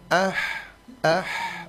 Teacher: Waman ah, ini huruf ha sukun. Huruf ha sukun itu cuma angin yang keluar